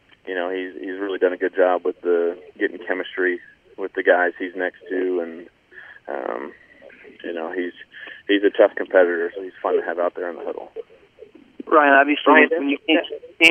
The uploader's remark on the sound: Addressed Reporters on a Conference Call